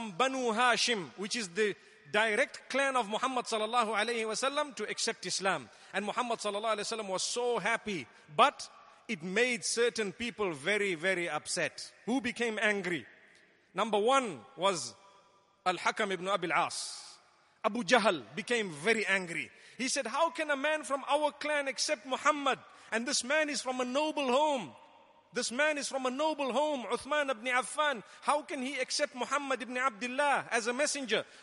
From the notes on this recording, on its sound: Delivered at Tuanku Mizan Zainal Abidin Musjid